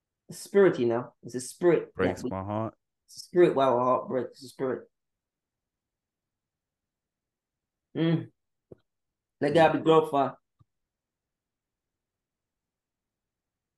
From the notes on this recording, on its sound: The Wi-Fi was jamming cohost mic was not working feed chipping out for those watching in the visual, and of course, right after taping, all was okay.